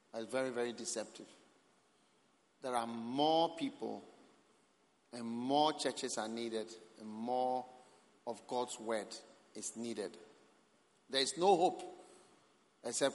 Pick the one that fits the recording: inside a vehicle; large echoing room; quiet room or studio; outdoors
large echoing room